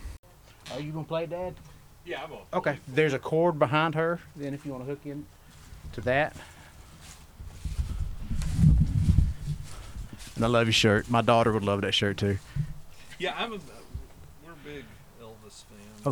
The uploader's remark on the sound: live from the Bird's Nest